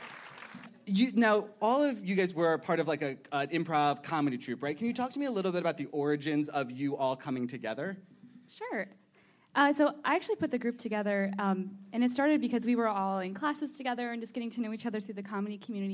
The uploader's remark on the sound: panels from ATX Television Festival